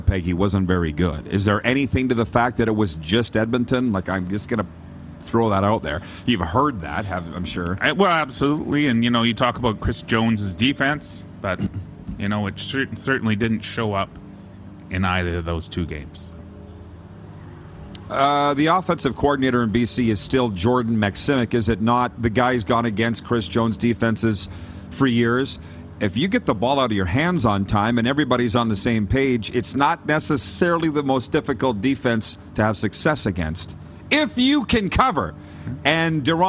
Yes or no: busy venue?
yes